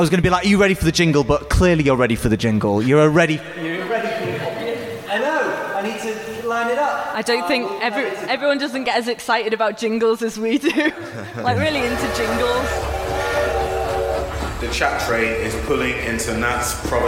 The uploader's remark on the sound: Live at Big Up Fest! First podcast in front of a live audience! Recorded as part of BIG UP FEST at The Tetely in Leeds.